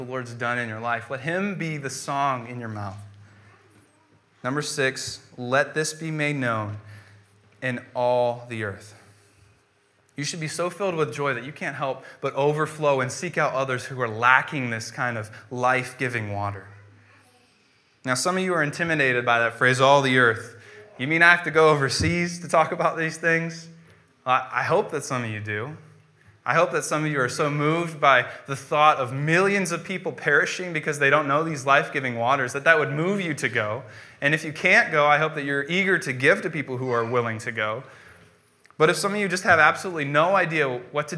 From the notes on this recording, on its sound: preached on January 10th, 2015 at Veritas East